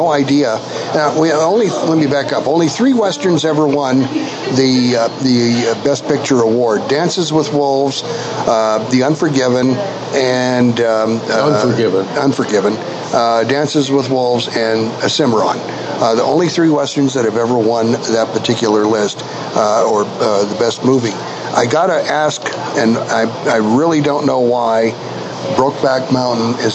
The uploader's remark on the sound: our show streams live from the White Stallion Ranch.